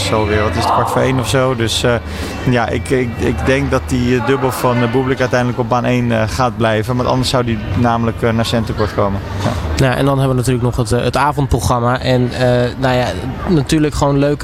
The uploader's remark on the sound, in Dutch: ALLsportsradio doet deze week dagelijks live-verslag vanaf het ABN AMRO Open.